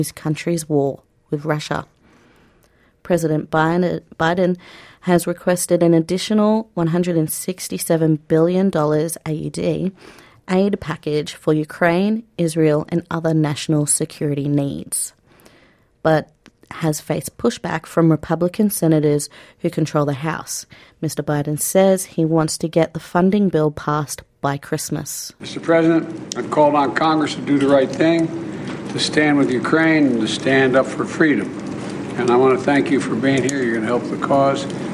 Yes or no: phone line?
no